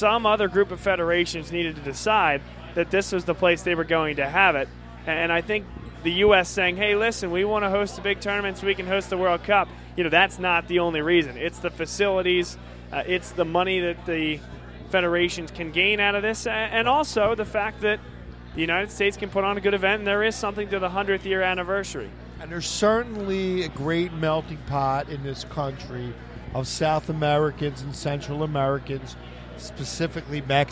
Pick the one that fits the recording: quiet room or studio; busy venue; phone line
busy venue